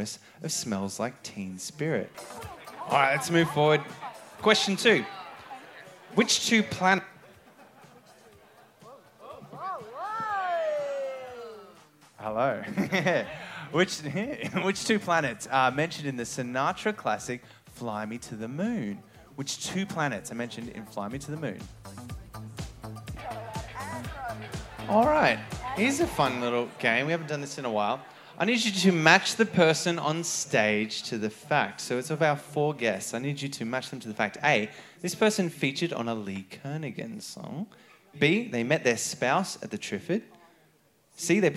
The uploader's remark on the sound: Recorded The Triffid, Brisbane on May 21st 2023